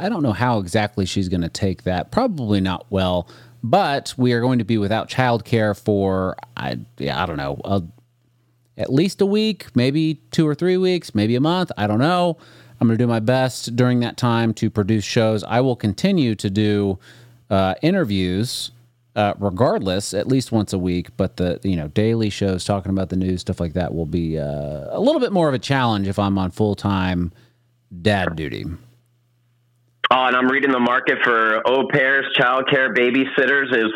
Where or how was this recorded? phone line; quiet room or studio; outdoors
phone line